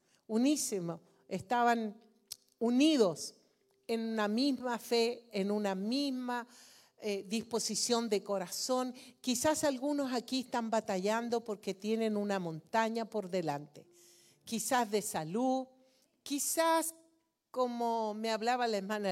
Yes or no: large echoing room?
yes